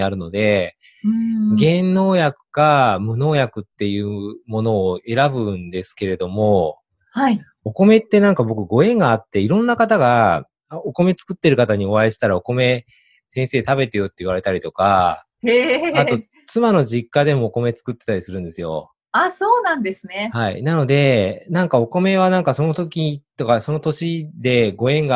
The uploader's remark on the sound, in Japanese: オンライン収録のため、通常より音声が劣りますがご了承ください